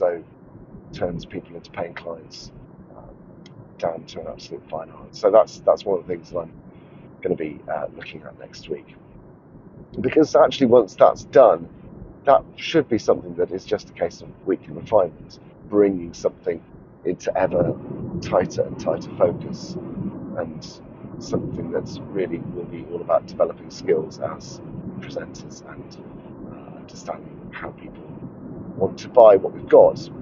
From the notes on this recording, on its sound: while driving home from a long school run